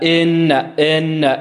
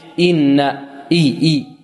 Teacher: يأتي بالكسرة خالصة فيعطيها شيئا من الفتح أو يأتي بها ممالة · Shown in: second take